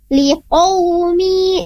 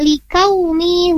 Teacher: Kemudian ada di kata qaumi, huruf qafnya di sana yaitu huruf tebal ya, liqaumi jangan dibaca seperti huruf kaf karena huruf qaf dan kaf merupakan dua huruf yang berbeda. Ada yang tebal, qaf tebal, dan kaf adalah huruf tipis. · Shown in: first take · Jadi bacanya ditebalkan.